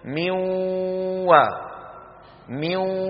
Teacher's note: ولا يلفظ النون بل يبقي من النون غنتها، ويكون ذلك مصاحبا للواو المشددة